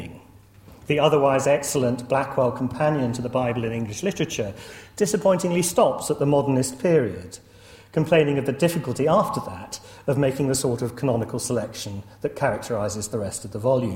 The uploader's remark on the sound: lecture series held at Corpus Christi College